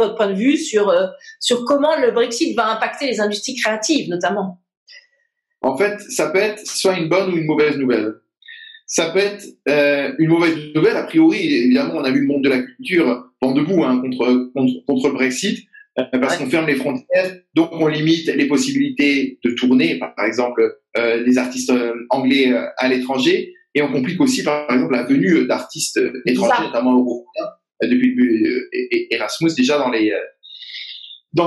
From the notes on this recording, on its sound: had a Zoom video call, during these times of lockdown